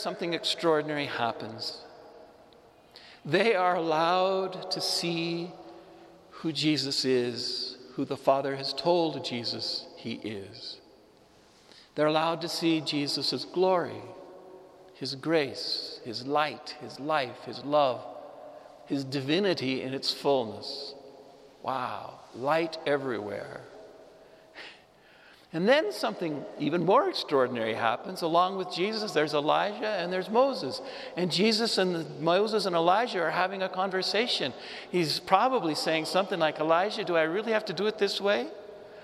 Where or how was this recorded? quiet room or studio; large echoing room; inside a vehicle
large echoing room